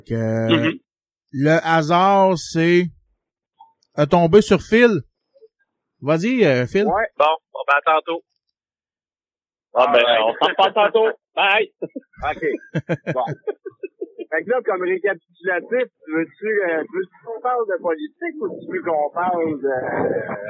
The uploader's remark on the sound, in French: Excuser la qualite du son car j\\'ai faiut ca par telephone